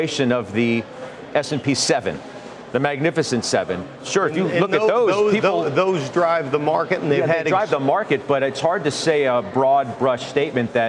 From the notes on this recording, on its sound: live at the CAIS alternative investment summit in Beverly Hills, CA.